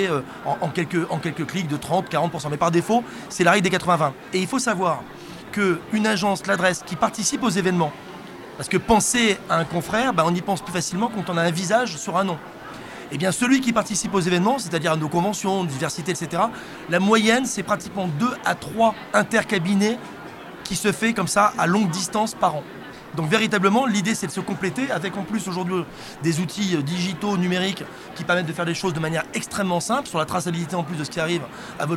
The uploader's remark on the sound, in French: Ce podcast a été enregistré à Immo, le congrès de la FNAIM à Paris, les 4 et 5 décembre 2023. Ce podcast a été enregistré à Immo, le congrès de la FNAIM à Paris, les 4 et 5 décembre 2023.